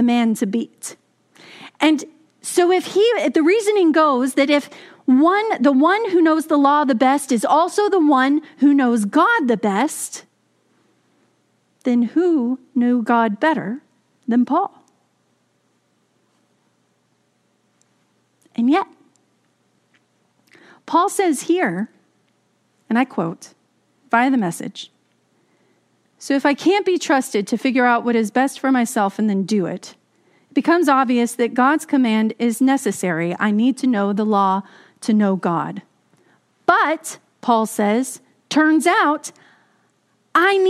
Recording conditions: large echoing room